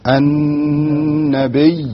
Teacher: النون مشددة كما هي وكذلك الياء، لكن النون تتميز بالغنة